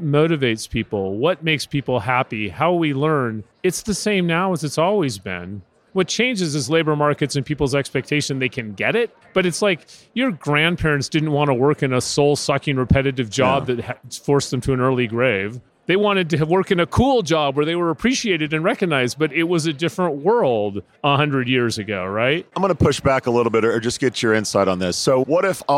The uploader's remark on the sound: Live from UNLEASH America in Las Vegas